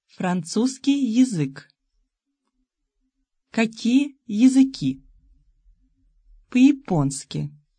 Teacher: Unaccented я goes to и. · Term: unstressed я